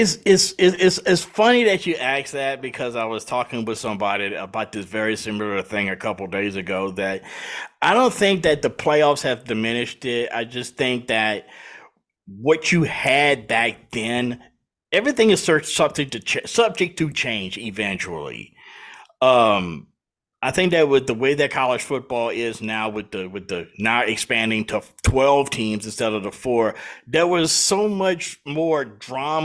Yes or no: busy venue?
no